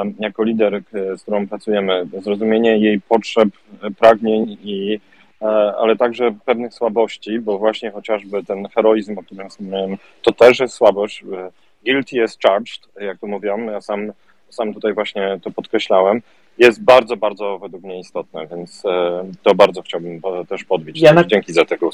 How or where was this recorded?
video call